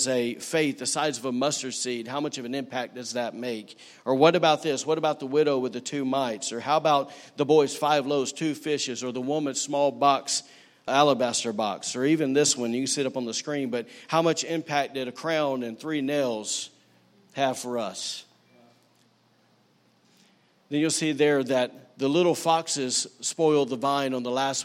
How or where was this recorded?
large echoing room